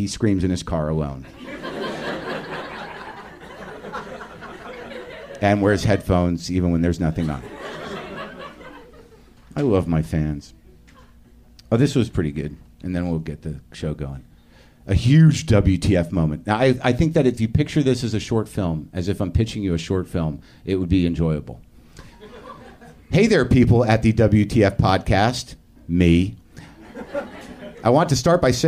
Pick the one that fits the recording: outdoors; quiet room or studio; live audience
live audience